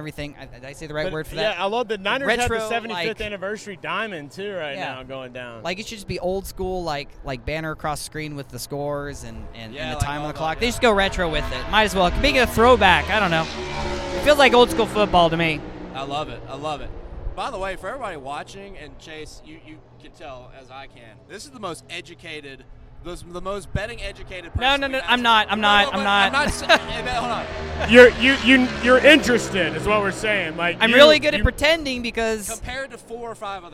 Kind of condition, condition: setting, busy venue